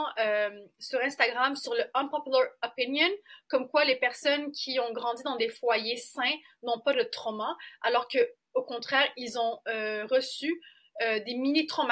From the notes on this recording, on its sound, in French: Désolée pour le son